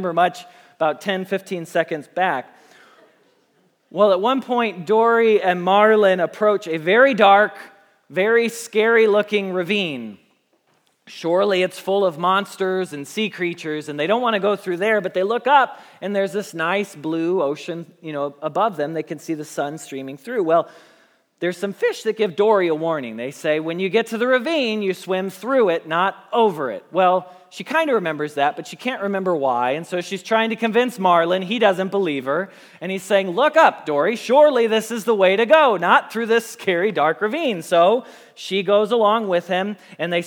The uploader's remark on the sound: Message Preached at Valley Creek Church